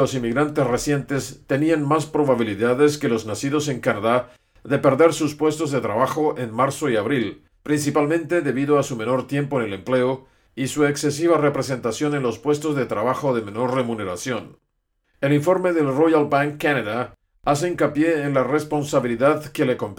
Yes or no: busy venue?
no